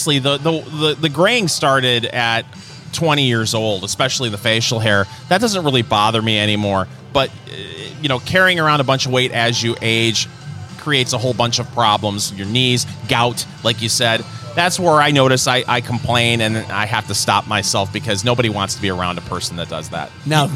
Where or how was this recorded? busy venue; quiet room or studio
busy venue